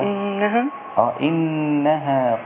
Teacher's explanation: في غنة في تشديد على النون المشددة